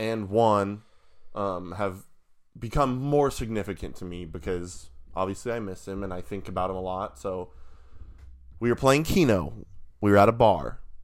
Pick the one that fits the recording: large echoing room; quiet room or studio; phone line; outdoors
quiet room or studio